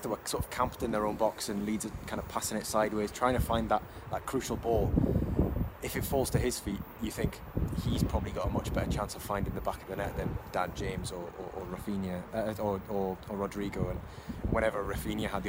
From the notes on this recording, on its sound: LIVE from Elland Road